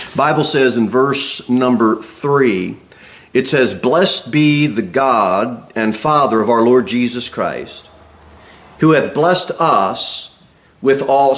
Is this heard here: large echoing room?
yes